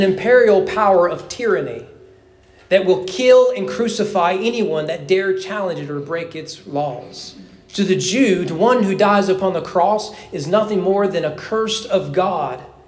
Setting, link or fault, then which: setting, large echoing room